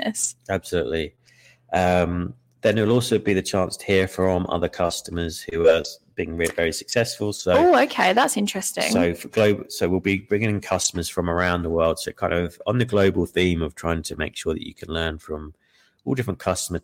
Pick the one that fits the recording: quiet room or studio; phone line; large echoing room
quiet room or studio